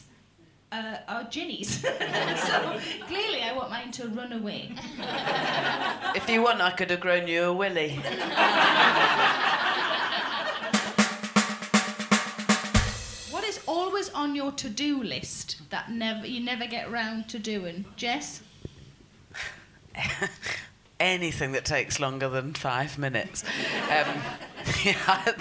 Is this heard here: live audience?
yes